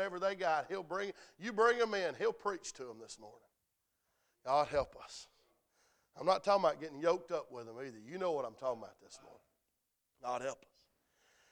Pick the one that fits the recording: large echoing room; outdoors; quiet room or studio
large echoing room